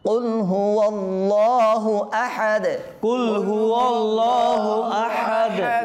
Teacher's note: এখানে আয়াতের শেষে দাল আছে না জি ওয়াকফ করার সময় ساکن হয়ে যাবে তাহলে কলকল করতে হবে